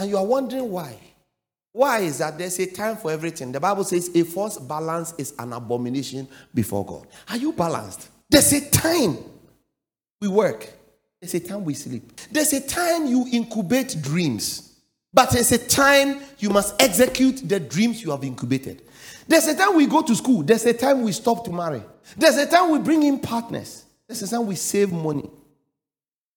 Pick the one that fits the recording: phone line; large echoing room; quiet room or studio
large echoing room